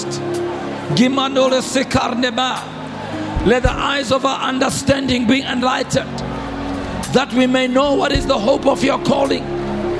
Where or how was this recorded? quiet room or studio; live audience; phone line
live audience